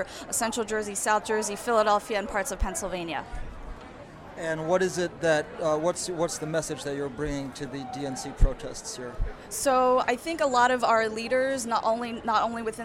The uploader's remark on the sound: Live From the DNC Protests in Philly. My audio piece combines interviews with protesters and activists, sounds of the ...